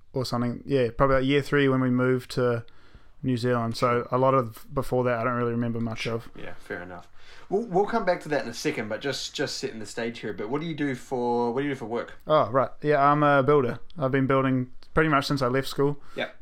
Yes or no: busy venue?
no